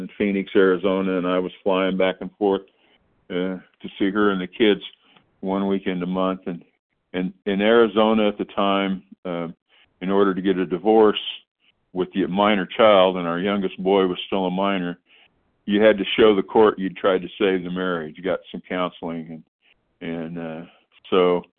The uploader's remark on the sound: 100 Pounders Phone Meeting.